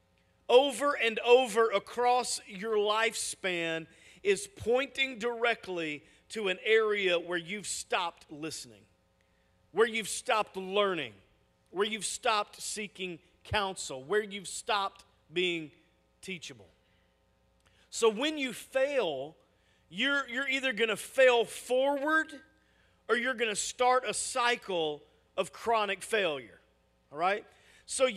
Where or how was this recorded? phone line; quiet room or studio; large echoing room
large echoing room